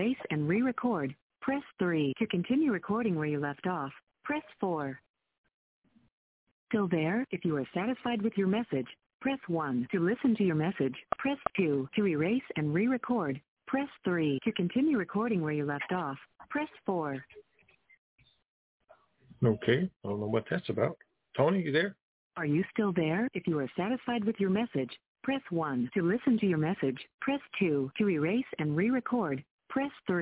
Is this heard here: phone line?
yes